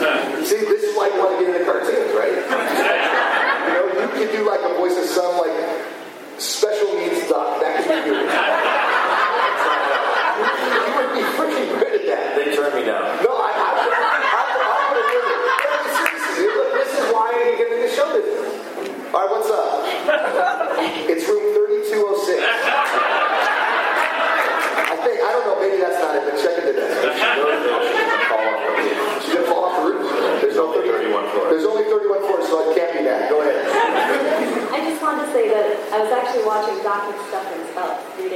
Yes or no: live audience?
yes